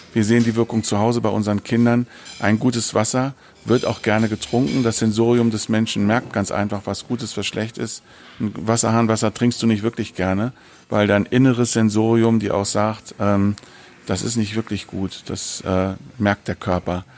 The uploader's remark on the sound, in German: Live vom IFMS Kompaktseminar im Juni 2018. Aufgrund einer Außenaufnahme bitten wir die Tonqualität zu entschuldigen.